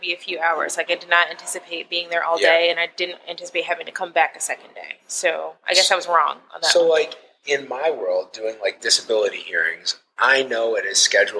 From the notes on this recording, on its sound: This episode of the Triple D Podcast was recorded at Six Shooter coffee on Pearl Road in Cleveland.